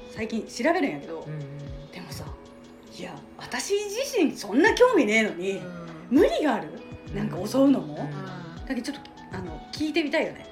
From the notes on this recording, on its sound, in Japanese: 今回は宅飲みしながらの収録会って話してるのでいつもよりうるさいです